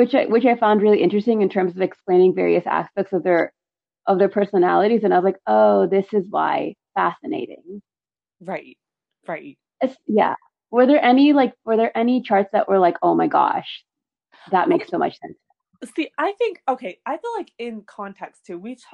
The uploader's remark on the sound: We would apologize for all technical glitches.